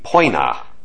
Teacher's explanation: In classical Latin, it would be poina, that O-E sounding kind of like an O-Y.